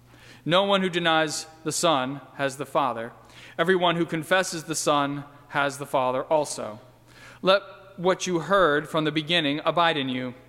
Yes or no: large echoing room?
yes